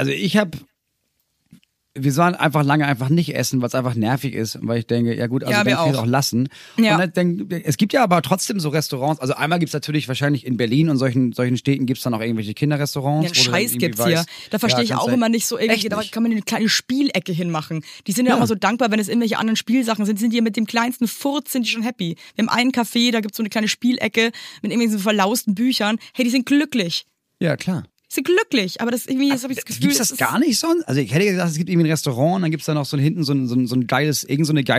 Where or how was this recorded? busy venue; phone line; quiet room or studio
quiet room or studio